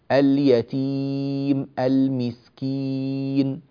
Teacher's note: الياءات نحتاج إلى أن يكون الفم فيها في حالة كسر، يعني تام الياء كأنها الياء أم الكسرة، فاللسان في حرف الياء مخرجه وسط اللسان مرتفع تماما إلى الأعلى